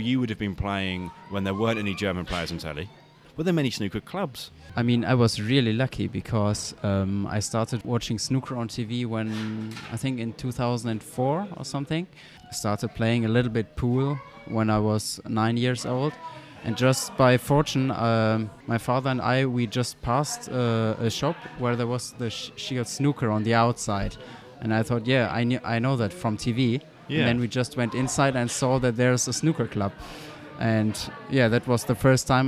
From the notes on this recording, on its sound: Recorded at the Snooker Shoot Out in Watford.